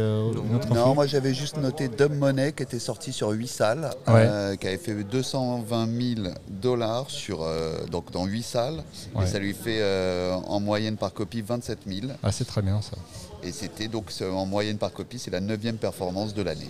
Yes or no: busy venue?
yes